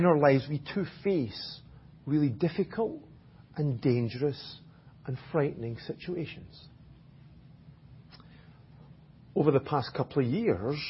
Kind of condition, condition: setting, large echoing room